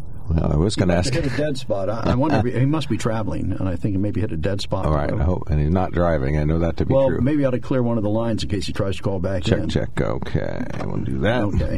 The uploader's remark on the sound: During open phones